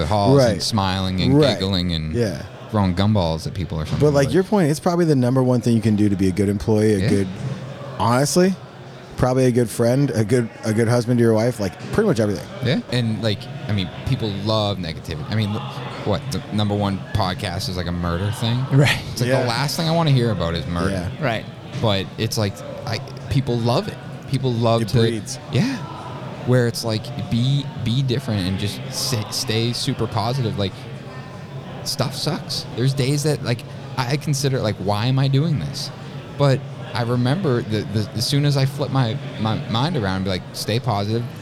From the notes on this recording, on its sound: LIVE from Buildertrend University